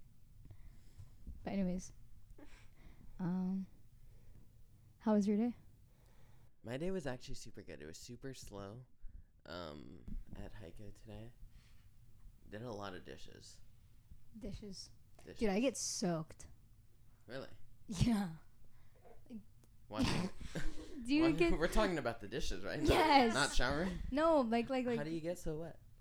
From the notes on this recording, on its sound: Please excuse our mic levels, we were all very excited.